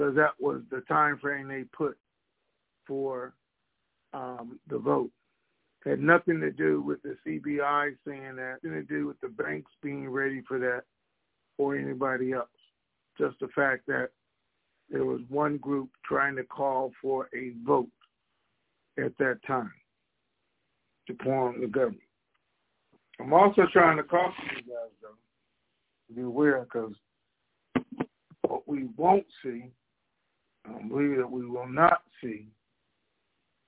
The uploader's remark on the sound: TNTSuperfantastic Conference Call